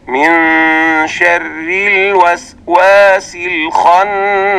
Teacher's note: لسانك لا يلمس شيء، فنقول من شر، والراء نرققها فتكون على هذا النحو: من شر الوسواس الخناس.